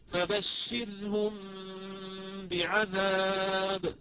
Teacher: الموضع الثالث والأخير من مواضع الغنة المطولة في الميم هو الميم المخفى عند الباء · Term: الغنة الطويلة